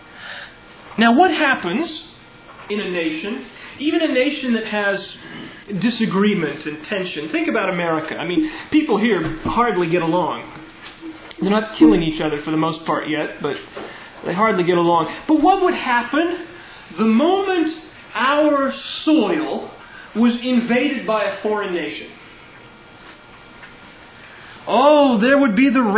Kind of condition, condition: setting, large echoing room